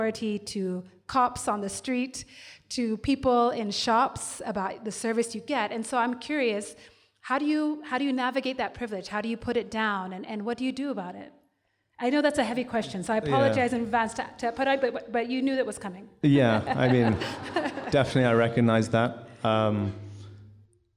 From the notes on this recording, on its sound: Up/Root is grateful to Trademark Hotel in Village Market that sponsored this live recording on December 11, 2019